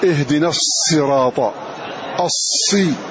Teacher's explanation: حدوث صوت زائد يخرج من بين الشفتين يشبه صوت الطائر. هذه الصفة الصفير، وحروفها ثلاثة وهي الصاد والزاي والسين.